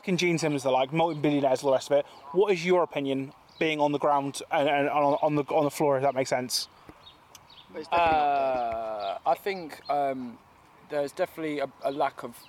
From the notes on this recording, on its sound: Recorded in the beer garden of B2 in Norwich.